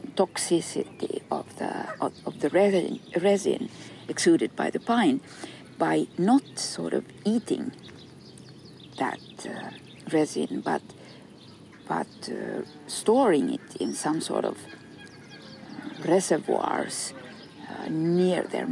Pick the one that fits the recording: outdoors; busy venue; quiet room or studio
outdoors